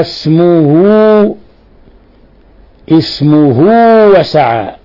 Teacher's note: أشبعنا الضمة حتى انقلبت واوا، لكن هذا الإشباع يعني واو حرف مد مدي، ما بالغنا ولا زدنا أكثر من حركتين، لأن هذه صلة صورة لعدم وجود همز أو سكون وراءها، ولهذا لم نمدها يعني أكثر من حركتين. · Term: صلة صغرى